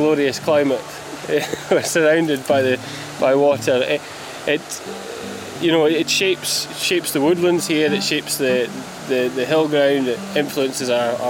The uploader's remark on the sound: Ventures south on the Ardnamurchan Peninsula to Morvern, for a walk through time and nature. On a moody, drizzly day. For a walk through a beautiful patch of woodland which opens out onto some fascinating ruins.